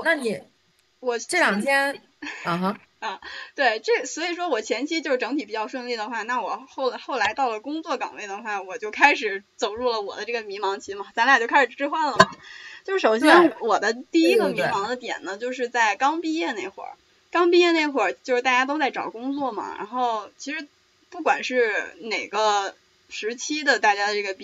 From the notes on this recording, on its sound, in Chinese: 录制仍然存在一些小bug，正处在不断优化过程中，以及录制过程中出现的一些口误和重复，请大家谅解！